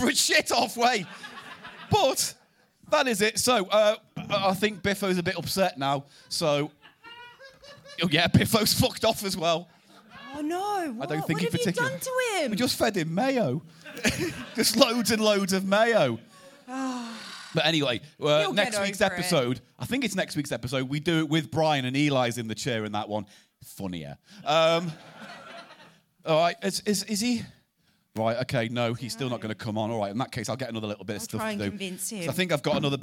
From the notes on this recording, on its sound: a live show recorded as part of the Cheerful Earful Podcast Festival on November 4th at the Streatham Space Project, South London